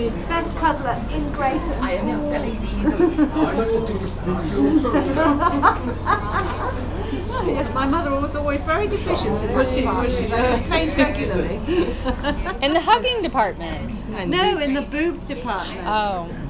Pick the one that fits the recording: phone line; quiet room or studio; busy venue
busy venue